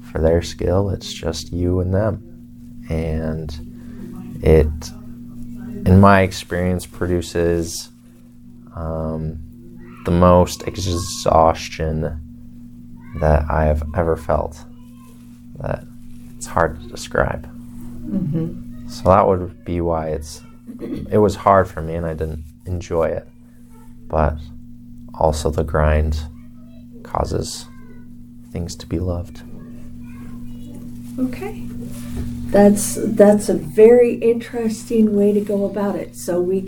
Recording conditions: sounds in the background